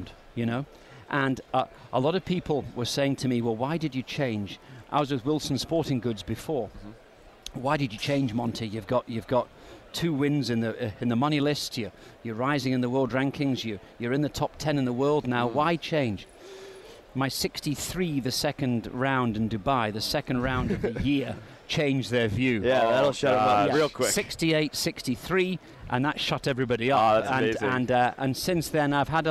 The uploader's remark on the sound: recorded in January 2017 at the PGA Show